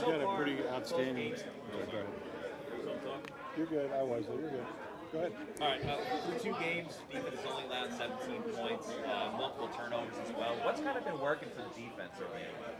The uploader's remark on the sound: Press Conference